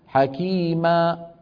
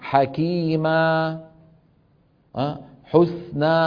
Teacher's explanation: الصوت المد لما بتوقف عليه يتلاشى ويتخامد شيئا فشيئا · Shown in: second take